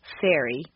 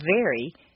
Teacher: Although F and V are in exactly the same position, F is a hiss and V is a buzz.